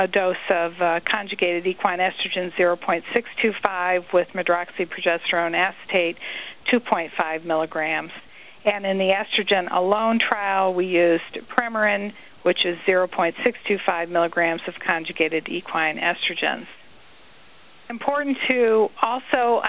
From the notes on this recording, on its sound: March 2005 Author in the Room® Teleconference